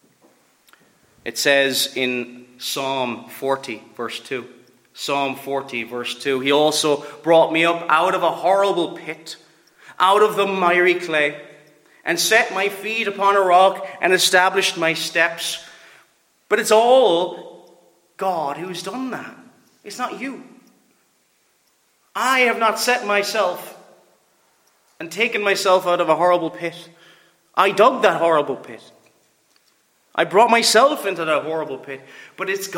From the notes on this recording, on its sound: Preached at Ballylane Reformed Presbyterian Church